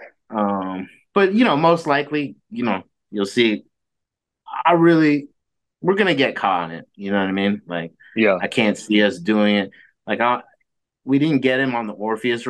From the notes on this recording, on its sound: I sit down on zoom with one of the best producers in the game.